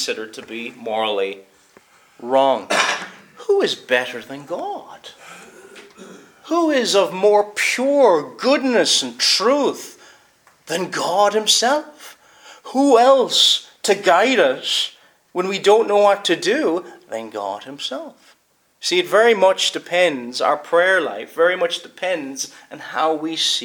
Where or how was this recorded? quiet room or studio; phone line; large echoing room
large echoing room